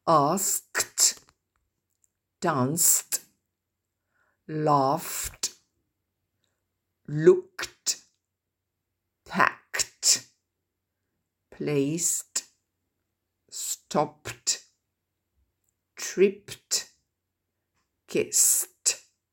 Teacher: les sons consonnes ne sonnent pas, ne vibrent pas, ils sont plutôt un peu secs